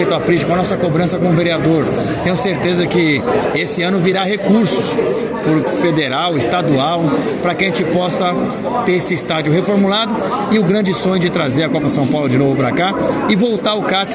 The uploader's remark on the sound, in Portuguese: Vereador falou com a Rádio ESPORTESNET. Entrevista foi gravada no dia 16 de fevereiro de 2023 durante o Congresso Técnico da 1ª Divisão de Taboão da Serra.